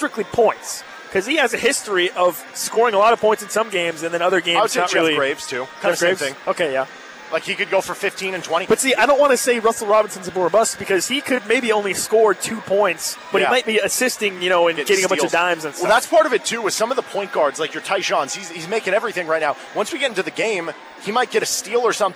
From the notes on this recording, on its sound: live from the Roundball